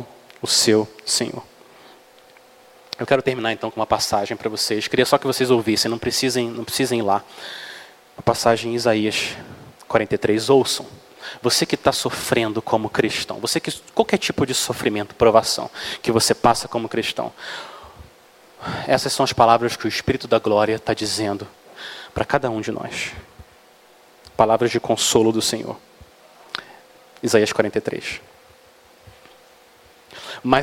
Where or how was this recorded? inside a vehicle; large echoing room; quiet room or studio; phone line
large echoing room